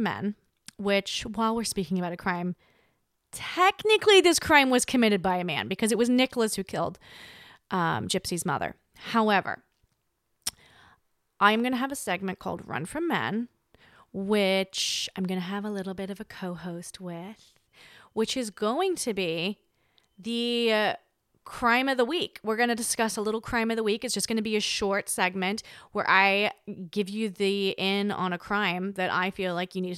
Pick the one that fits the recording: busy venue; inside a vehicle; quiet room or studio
quiet room or studio